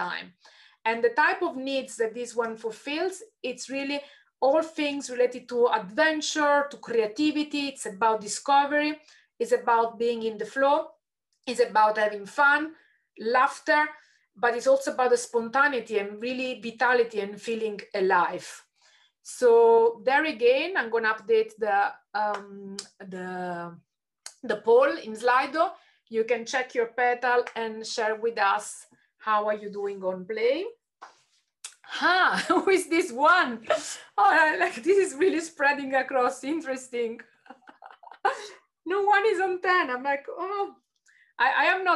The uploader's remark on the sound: An edited extract of a live webinar recorded in July 2021, with participants answering questions in Slido (hence you may hear this referenced in the audio).